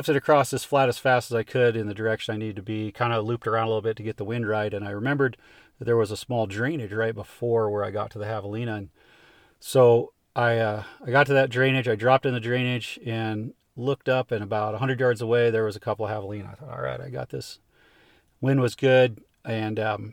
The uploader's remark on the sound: It was recorded at the spur of the moment sitting in the front seat of my truck in Arizona after a successful javelina hunt.